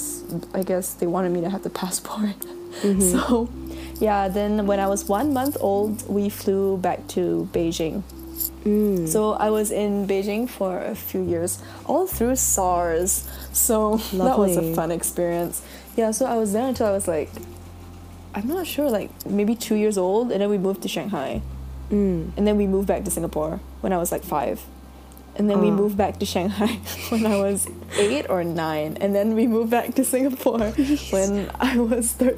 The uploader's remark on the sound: Both our laptops kept making loud fan noises.